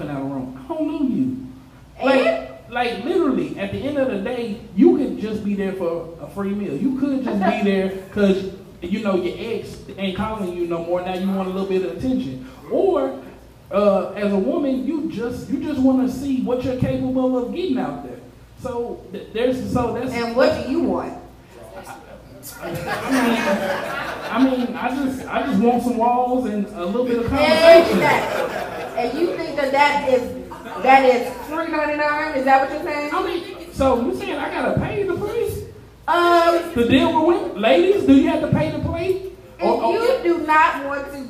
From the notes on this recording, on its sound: With a live show at Spinster Records. This is the live show!